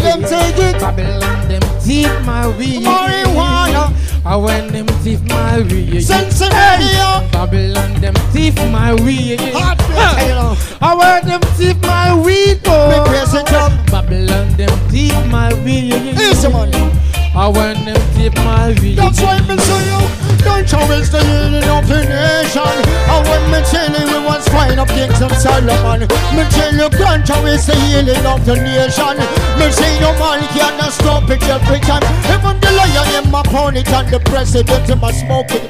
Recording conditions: busy venue